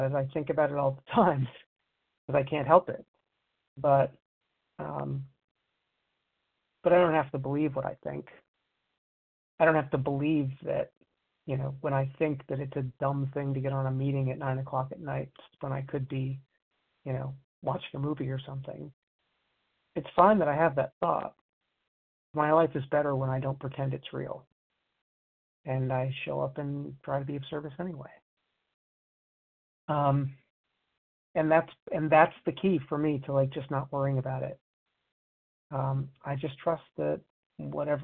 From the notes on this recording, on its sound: 100 Pounders Phone Meeting